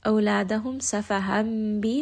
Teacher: Awladahum safahambi, this is going to be iqlab. Noon sound is switched to a meme sound because of the letter ba.